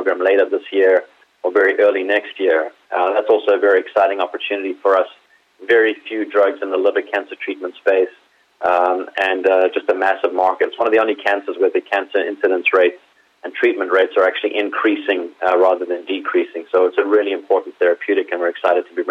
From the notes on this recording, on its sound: called in to SmallCapvoice